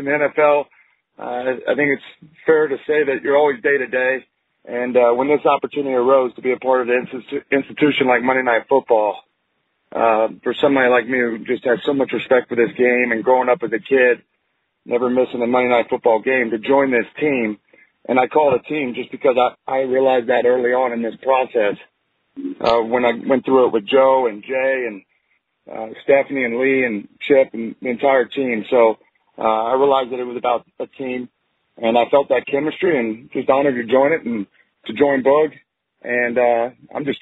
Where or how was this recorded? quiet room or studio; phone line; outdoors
phone line